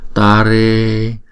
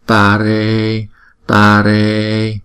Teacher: Chữ ta và chữ re chúng ta đọc bằng nhau, thời lượng chúng ta đọc là bằng nhau, là tất cả là hai nhịp. Vì chữ E là diphthong, là vốn là hai nhịp, còn chữ A dài, có chữ gạch ngang trên đầu là chữ A dài, chúng ta đọc cũng kéo dài hai nhịp luôn.